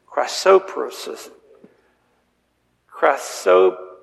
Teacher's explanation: the accent is on the second syllable